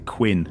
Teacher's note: They don't really pronounce the T in the film.